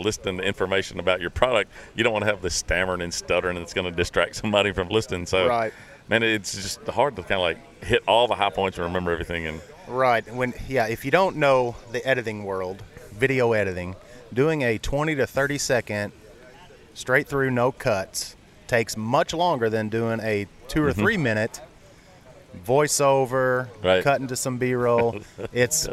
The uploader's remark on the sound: Shooting on location from The Break's annual Sponsor Appreciation Event.